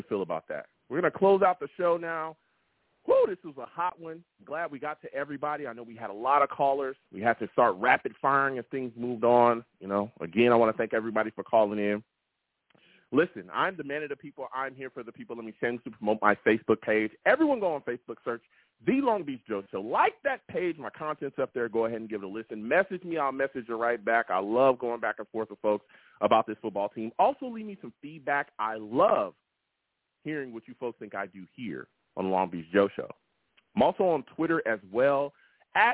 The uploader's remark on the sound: I also take live callers!